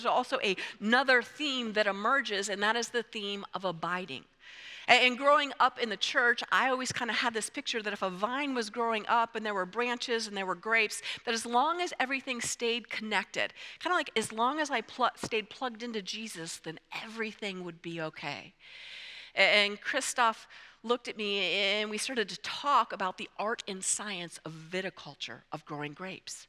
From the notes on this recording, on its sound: presented by Asbury Seminary Kentucky Chapel, recorded on Tuesday, February 27, 2024 at Asbury Theological Seminary's Kentucky campus